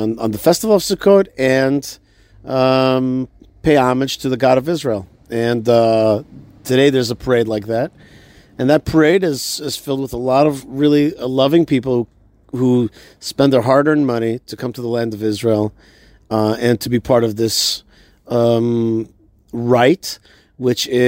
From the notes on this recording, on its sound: Live from inside the Sukkah